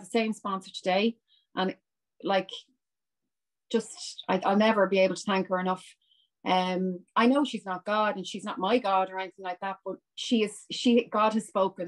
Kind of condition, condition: link, video call